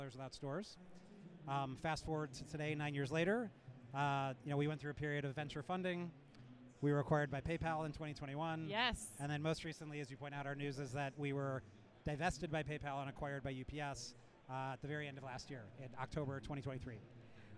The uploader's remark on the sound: We go live from Manifest 2024